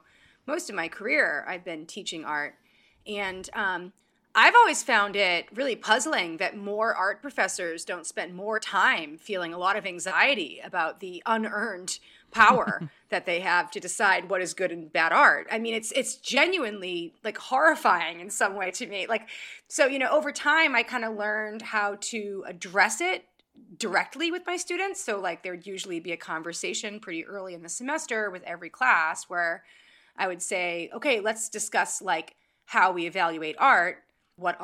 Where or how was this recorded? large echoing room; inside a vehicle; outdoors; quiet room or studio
quiet room or studio